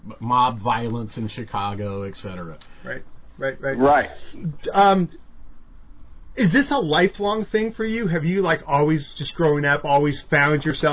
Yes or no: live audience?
no